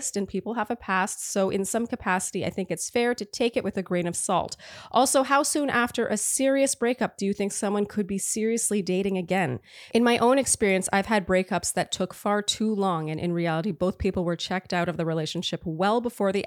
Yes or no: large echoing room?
no